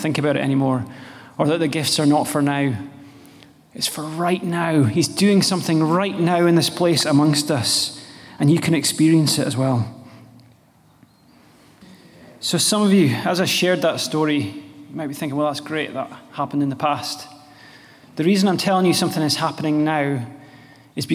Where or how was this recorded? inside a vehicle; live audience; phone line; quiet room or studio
live audience